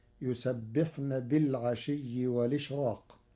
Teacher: وليس لورش ترقيق في راء الإشراق لوقوع حرف الاستعلاء بعده، فتصير: يسبحن بالعشي والإشراق.